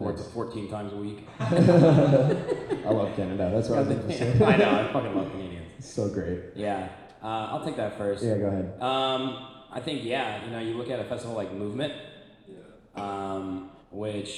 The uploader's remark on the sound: this was recorded LIVE with an audience in Chicago